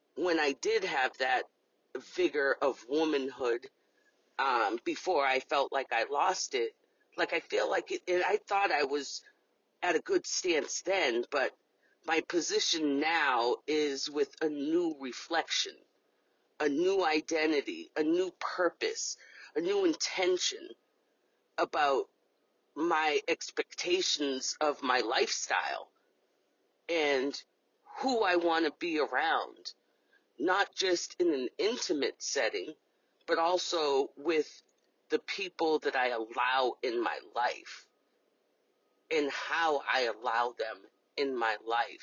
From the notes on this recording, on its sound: This recording that you are here to hear was voiced in my car.